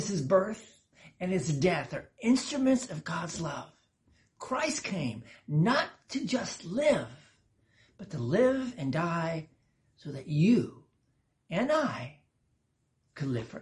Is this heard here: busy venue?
no